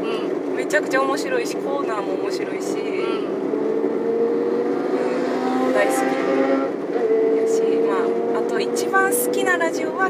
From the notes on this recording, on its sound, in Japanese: 山より、雑音すごいですのでご注意ください！騒音だな。